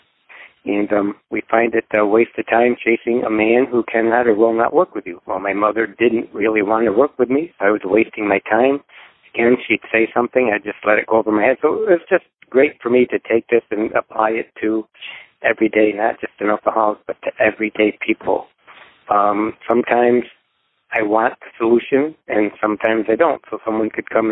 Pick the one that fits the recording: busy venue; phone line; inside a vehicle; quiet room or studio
phone line